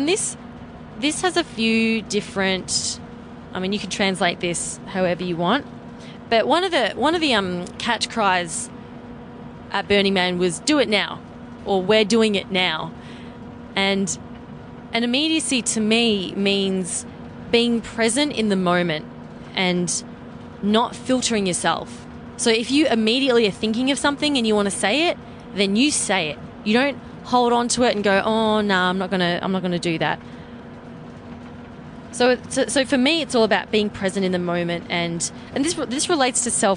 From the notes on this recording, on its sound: Recorded from my RV during our road trip back to LA.